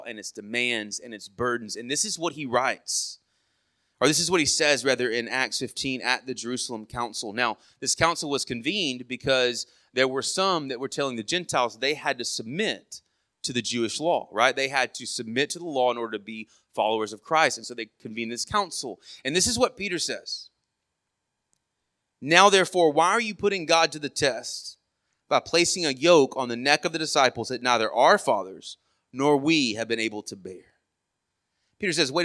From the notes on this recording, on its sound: Sermon audio from our morning service.